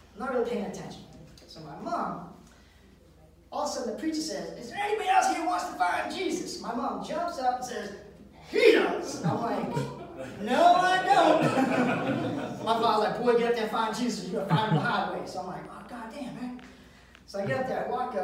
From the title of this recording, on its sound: Live at the MEG